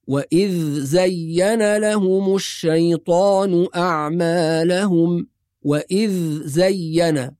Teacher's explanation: يبقى الصواب إظهار الذال ساكنة بدون فصل أو سكت أو قلقلة، وأيضا عدم الإدغام. يبقى الصواب أن نقرأ وإذ زين لهم الشيطان أعمالهم وإذ زين هكذا.